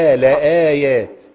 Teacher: أنت بتكسري اللام عشان اللي قبلها كسر، فتبتاخد هيئة الكسر ماشية معاكي